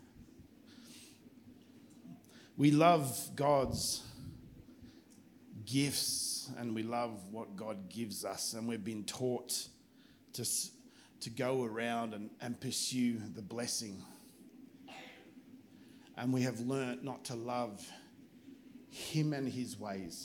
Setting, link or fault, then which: setting, large echoing room